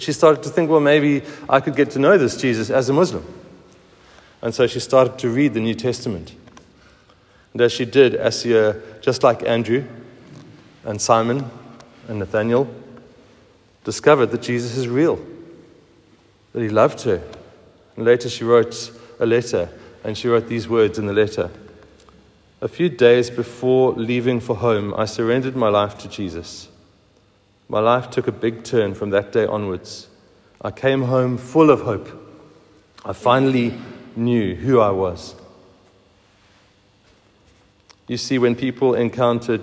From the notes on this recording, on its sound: Recorded at the 7:45am service on Sunday 16th July 2023